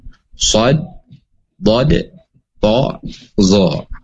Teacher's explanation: Nah sedangkan 4 huruf ini, itbaq ini, keadaan apapun, baik pun sukun ataupun hidup, baik pun berharakat fathah, kasroh dan domah, maka dia tetap tebal